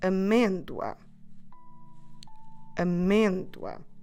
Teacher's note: And this word amêndoa, because we're stressing this syllable me, it takes that accent on the E, or in Portuguese on the E letter.